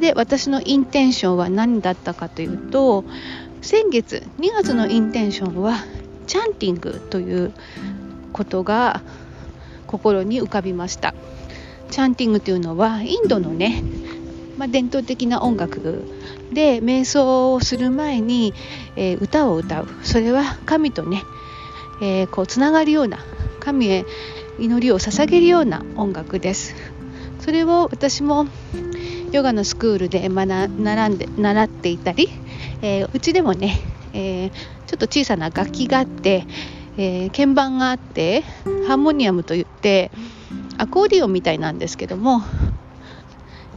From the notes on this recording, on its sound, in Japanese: 今回は散歩をしながらの収録をしてみましたー。歩きながらでも話ができた。